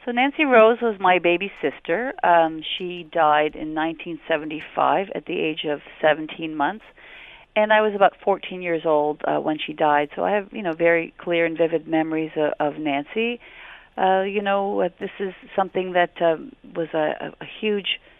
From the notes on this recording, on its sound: opens the phone lines